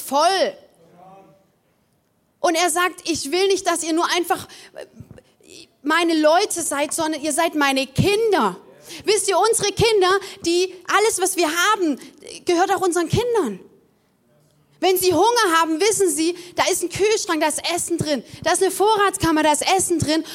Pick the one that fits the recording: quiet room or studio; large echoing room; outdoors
large echoing room